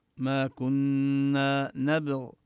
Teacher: مخرجها، وكذلك المد في ما وكنا، المد كل هذا مد طبيعي، وننتبه لغنة النون المشددة ما كنا نبغ، ننتبه لقلقلة الباء، وإذا وقفنا نقف بإسكان الغين.